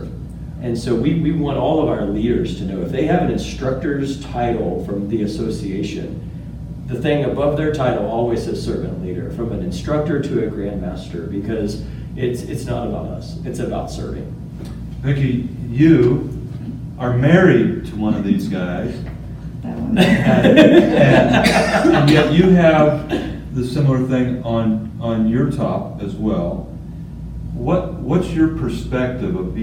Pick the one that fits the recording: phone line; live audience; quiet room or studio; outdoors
live audience